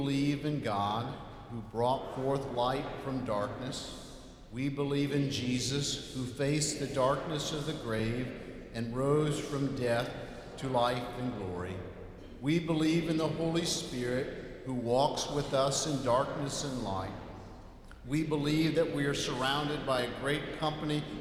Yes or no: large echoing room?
yes